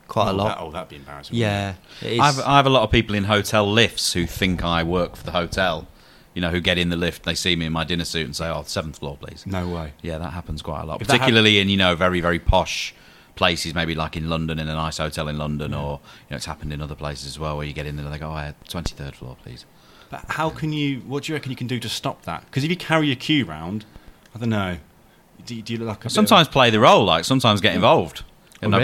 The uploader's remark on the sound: Recorded at the English Open in Crawley.